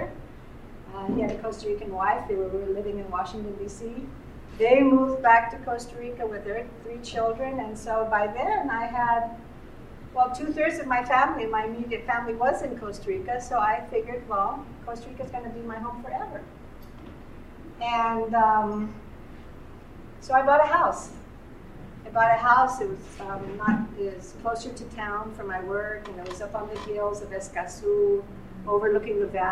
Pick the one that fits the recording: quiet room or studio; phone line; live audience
live audience